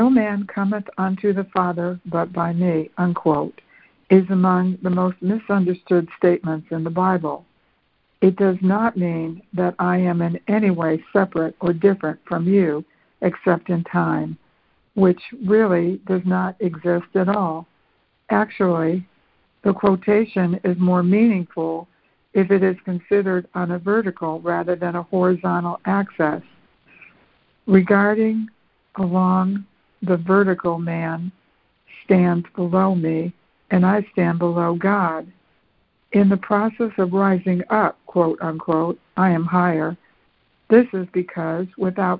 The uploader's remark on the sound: ACIM Daily Conference Call